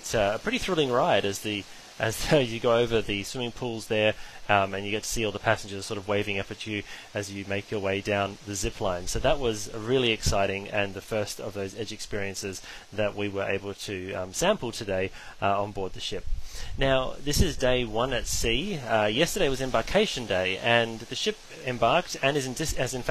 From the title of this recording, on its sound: Live from Pacific Explorer Solar Eclipse Cruise